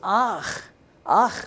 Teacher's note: And Noah, and that A-H isn't ah, it's ach. Ach, with that Jewish sound there in the back of the throat